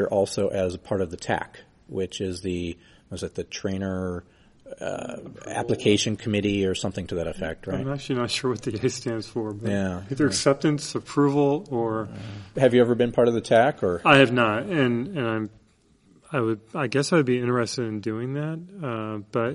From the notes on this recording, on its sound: recorded in Orlando at Scrum Alliance's Global Scrum Gathering, April 2016